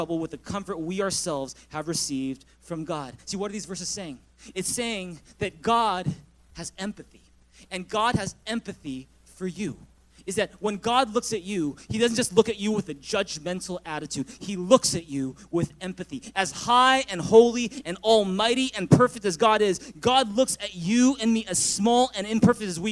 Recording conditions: large echoing room